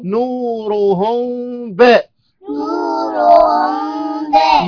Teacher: ميم ساكنة مخفاة عند الباء المفتوحة بغنة حركتين · Term: إخفاء شفوي